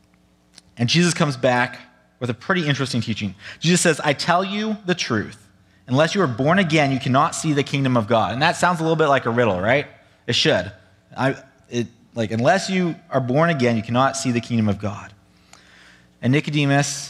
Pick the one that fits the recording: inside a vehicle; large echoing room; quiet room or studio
large echoing room